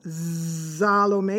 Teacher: The accent is actually on the first syllable, Salome, the S becoming a Z, Zalo, and then we have a little bit of an intimation of me, because in German, we would basically say Salom.